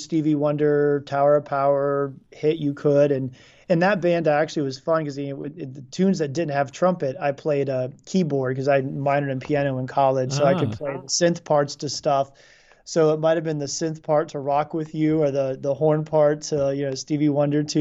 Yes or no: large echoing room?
no